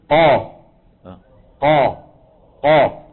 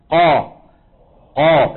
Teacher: يعني لما ننطق القاف، لما نقول قا قا قا ونضغط صوتنا لفين، خليك معي ركز حتى تفهم، قا قا، لما تضغط، لما بتنطق القاف المفتوحة مثلا قا، تجد بأن صوتك انضغط لفين؟ لقبة الحنك، لفوق، لسقف الحلق. · Term: التفخيم